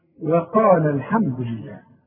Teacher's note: عند الوصل تسقط الألف، يسقط المد ده